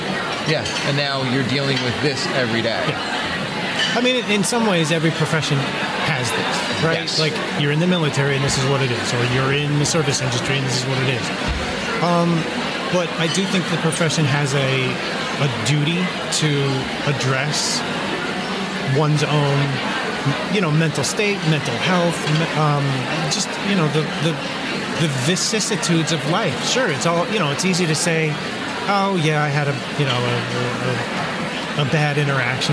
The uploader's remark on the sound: travel to Groton Connecticut at the invitation of the Connecticut Library Association to speak during their conference lunch period